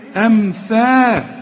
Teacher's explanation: على إذا وقفت مد طبيعي عند الوصل حنمد أربع حركات من أجل الهمزة دي، على أن نبدل، أو شوف اللي بقول لك النون ساكنة بعدها نون متحركة، أو هنا بقى استعمل لساني، على أن نبدل، شوف أن نبدل، أن نبدل أمثالكم، طلع لسانك ها في الثاء وهتمدها ألف كاملة